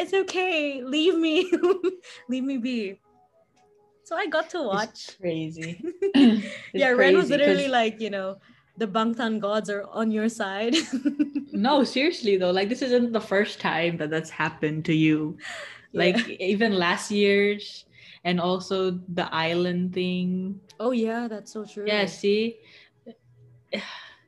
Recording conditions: sounds in the background